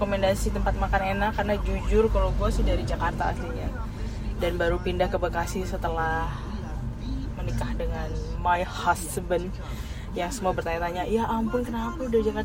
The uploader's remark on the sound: This is how we started our podcast, one Saturday in our car on the way to GOR Bekasi.